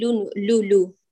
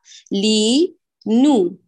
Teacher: انتهي من كسرة اللام ثم انتقلي إلى النون بضمها · Shown in: second take